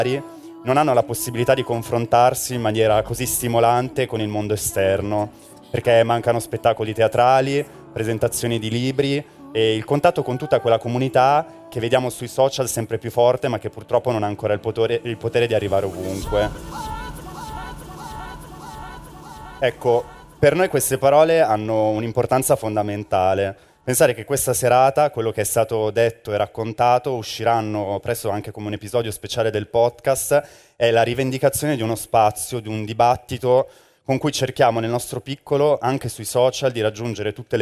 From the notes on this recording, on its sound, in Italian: Sul palco dell’Anfiteatro Apple in Piazza del Liberty per un evento live speciale, in occasione della Pride Week di Milano.